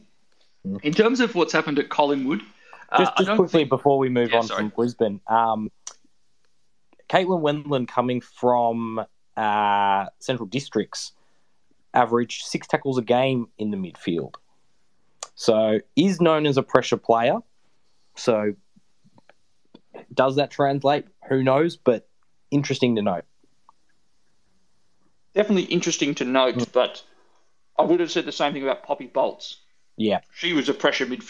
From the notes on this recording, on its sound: Live Twitter Spaces recording